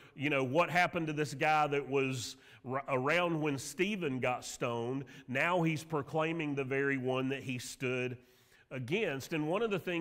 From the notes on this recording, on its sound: Sermon audio from Mission Church in Locust, NC.